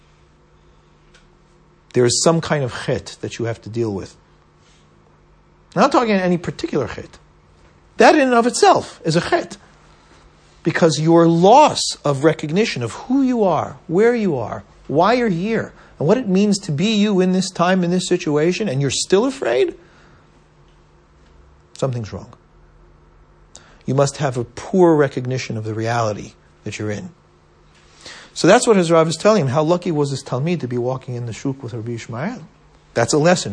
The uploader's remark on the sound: at Stanmore and Canons Park United Synagogue